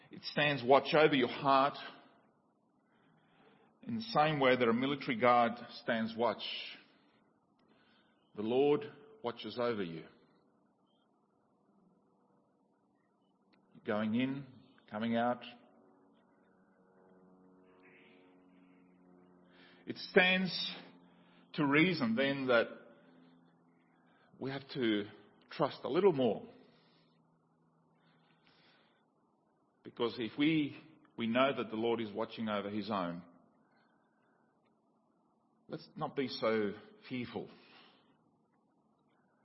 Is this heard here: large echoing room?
yes